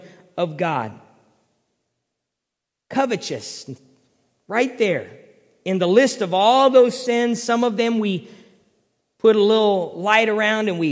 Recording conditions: large echoing room